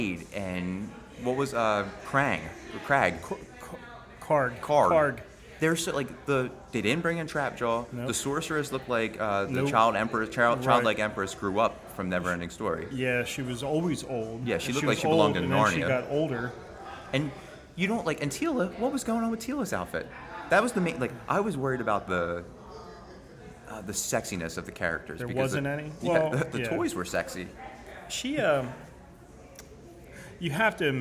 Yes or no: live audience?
yes